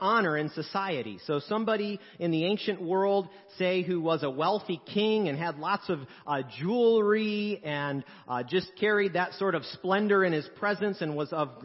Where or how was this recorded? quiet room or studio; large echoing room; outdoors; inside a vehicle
large echoing room